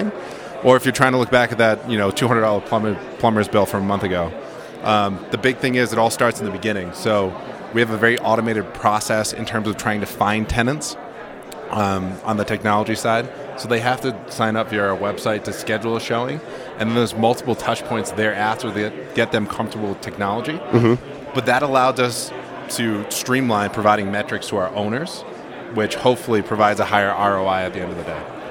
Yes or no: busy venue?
yes